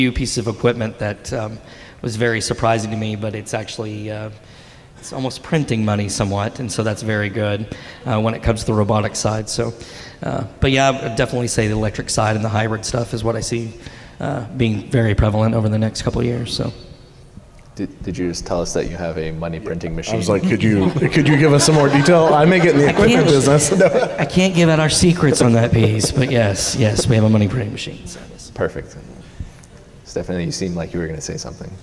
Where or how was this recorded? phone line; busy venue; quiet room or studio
busy venue